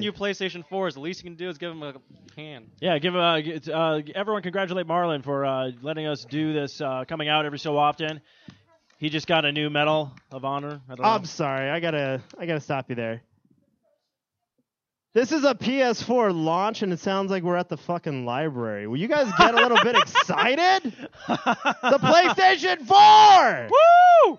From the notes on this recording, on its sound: The recording of their LIVE remote show for the release party of the PlayStation 4!